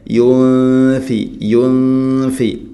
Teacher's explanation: യുൻഫി ഇഖ്ഫാഉ ബിഗുന്ന, അവ്യക്തമാക്കി മണിക്കണം, നൂനിനെ അവ്യക്തമാക്കി മണിക്കണം. സാക്കിനായ നൂന് ശേഷം ഫ വരുമ്പോൾ ഗുന്ന ചെയ്യണം, പക്ഷേ ഈ ഗുന്ന പലപ്പോഴും ഇദ്ഗാം രൂപത്തിൽ ആവുന്നതാണ്, പ്രത്യേകമായിട്ടും ശ്രദ്ധിക്കേണ്ടത്.